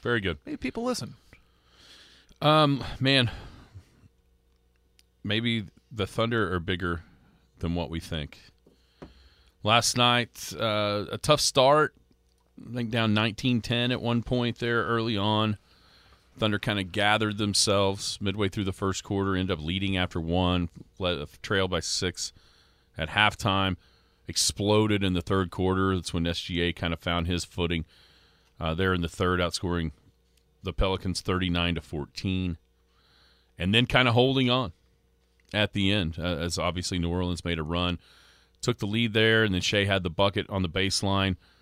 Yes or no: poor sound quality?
no